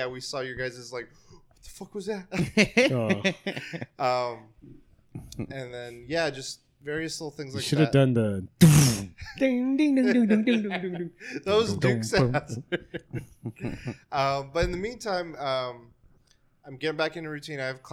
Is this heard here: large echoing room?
no